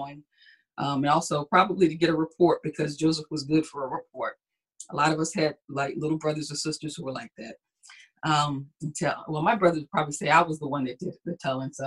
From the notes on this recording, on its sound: Our Zoom streamed Sunday Service!